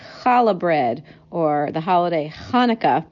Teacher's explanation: The CH has a throat clearing ch sound, like challah bread or the holiday Hanukkah.